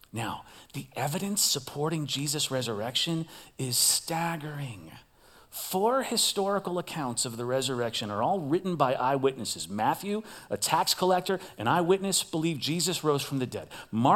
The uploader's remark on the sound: Recorded live at CrossWinds Church on October 29th , 2023.